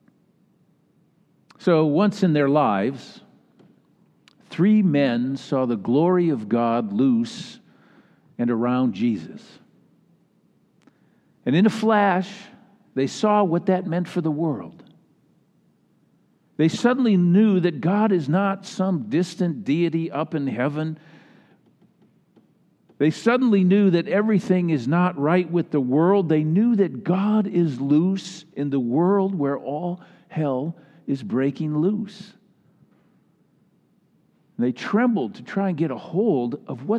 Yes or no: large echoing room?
yes